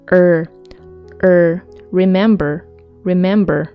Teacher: 它是一个卷舌音，所以呢，发音的时候要记住卷舌。